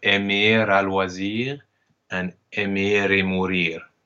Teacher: we have twice the liaison between aimer and the next word